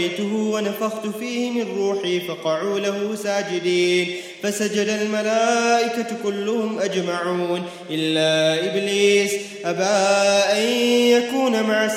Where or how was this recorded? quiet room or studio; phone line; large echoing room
large echoing room